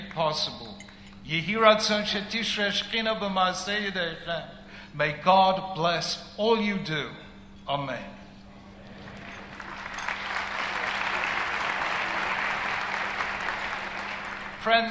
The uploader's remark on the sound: At the 2011 International Conference of Chabad Shluchim. Addressed the International Conference of Chabad Shluchim in New York.